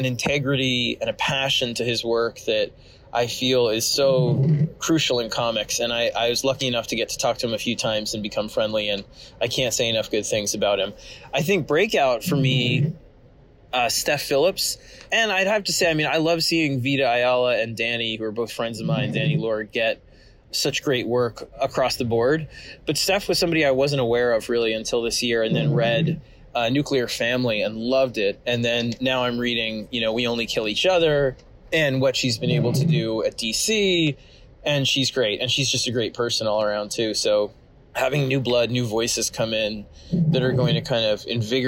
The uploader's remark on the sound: Apologies in advance for the scratchy audio quality, I had to record while driving around and my car loves to make every awful noise imaginable.